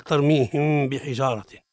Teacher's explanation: الإخفاء الشفوي بإطباق الشفتين دون تفريج بينهما عند النطق بالإخفاء